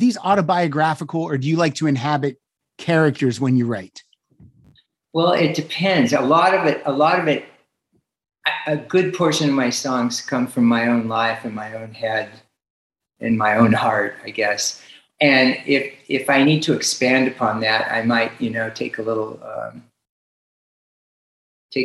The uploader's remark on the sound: to the Zoom Room